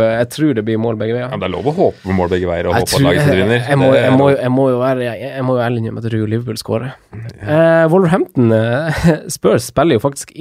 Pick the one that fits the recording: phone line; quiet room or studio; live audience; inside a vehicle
quiet room or studio